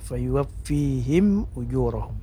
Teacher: Ini namanya idhar, idhar syafawiyah. Idhar artinya jelas atau nampak, yaitu mim sukunnya tidak boleh dipanjangkan maksudnya.